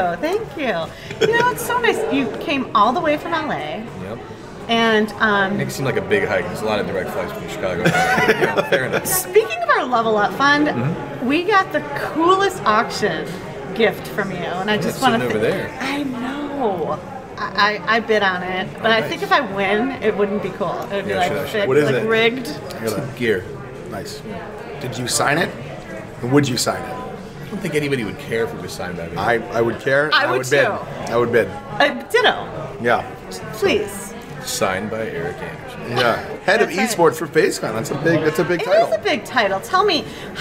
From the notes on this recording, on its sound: Live From EsportsNext. Why having an opportunity to connect in real life in Chicago, was so special.